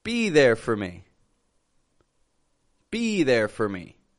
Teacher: In the beginning of a sentence or in the middle of a sentence, we reduce it to a fur and we link it to the following word. However, if this is the final word in a sentence, we pronounce that full for.